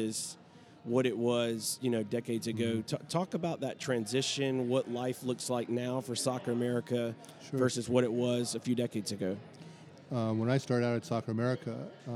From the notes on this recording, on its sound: Live at the Bar of the US Soccer AGM